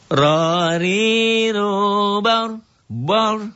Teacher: ro-nya tafhim karena sebelum ro mati baris di atas